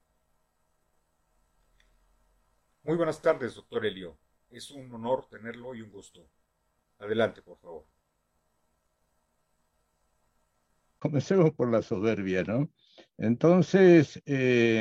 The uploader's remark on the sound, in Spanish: Se transmitió vía ZOOM y Facebook Live